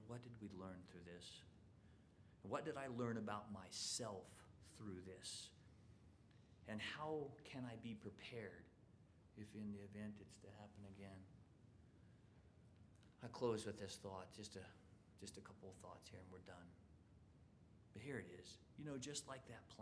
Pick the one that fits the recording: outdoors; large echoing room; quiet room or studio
large echoing room